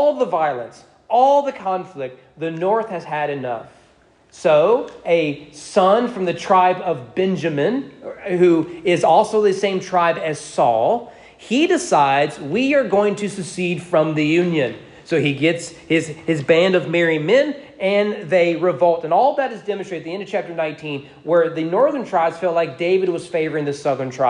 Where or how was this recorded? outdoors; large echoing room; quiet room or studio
large echoing room